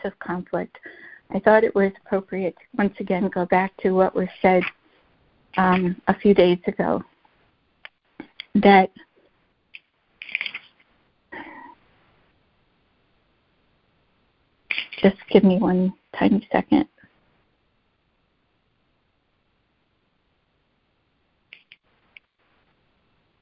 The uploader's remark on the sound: ACIM Daily Conference Call.